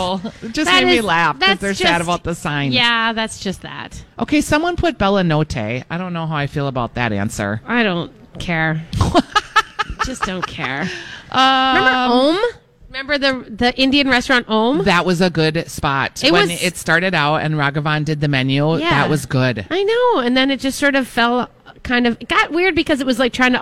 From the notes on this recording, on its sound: broadcasting live at Max's